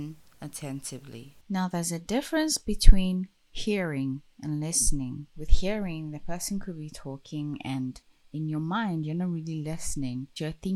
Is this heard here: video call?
no